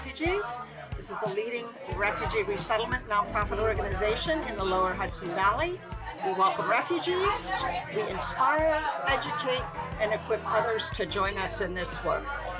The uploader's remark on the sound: The audio is raw, and there is some background noise